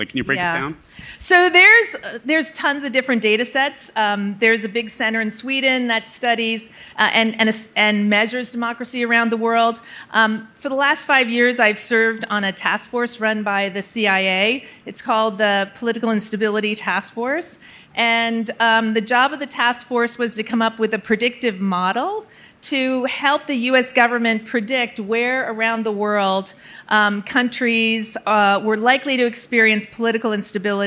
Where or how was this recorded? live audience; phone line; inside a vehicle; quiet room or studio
live audience